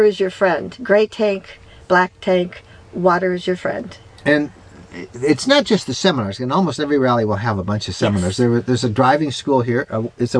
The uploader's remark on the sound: Recorded live at the Montana Owners Club National Rally in Goshen, IN. This 8-day-long event brought more than 400 campers to the Elkhart County 4-H Fairgrounds for seminars, socializing and sight-seeing.